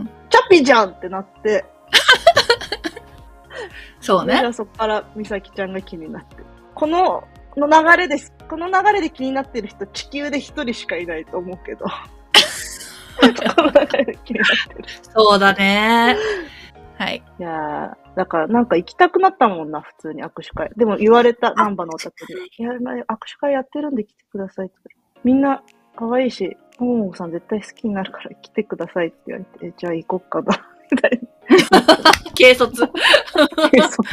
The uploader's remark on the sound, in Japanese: マイクをミスって音質悪めです、ごめんなさい！